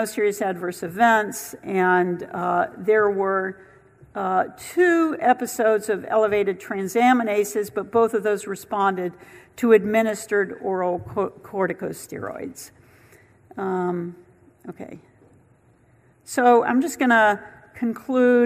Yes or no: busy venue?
yes